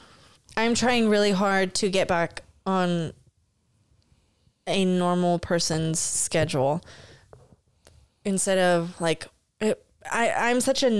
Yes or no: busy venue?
no